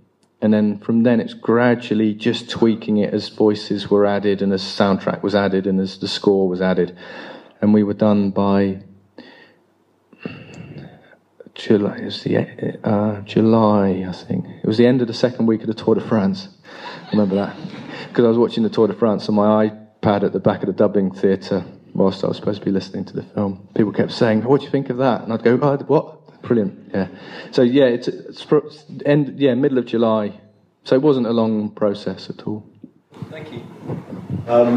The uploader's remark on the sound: Live from ‘Dirt in the Gate’s’ screening at The Shelley Theatre in Bournemouth